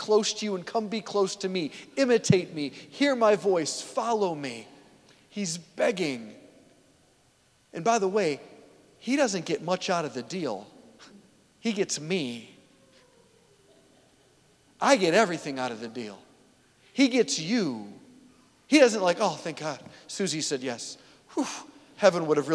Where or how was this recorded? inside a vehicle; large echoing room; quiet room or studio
large echoing room